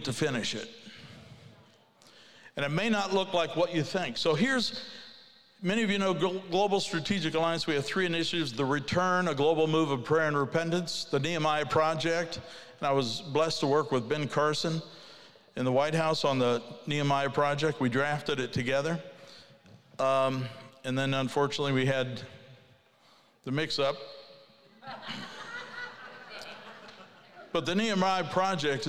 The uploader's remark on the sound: Ignite '22: Keynote Speaker